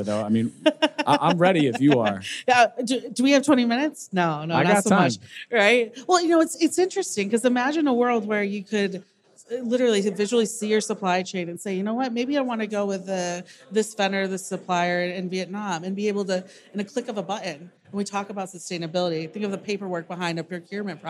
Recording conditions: busy venue